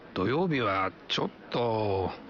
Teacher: en allongeant la prononciation à la fin et en diminuant le ton de la voix pour dire « ちょっと »